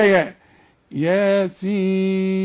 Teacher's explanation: اما السين عليها الشرطة العريضة نمدها ثلاثة